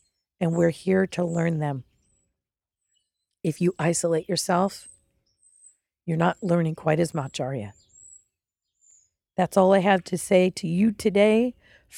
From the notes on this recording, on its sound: Live from the road: Audio journal of behind the scenes with the crew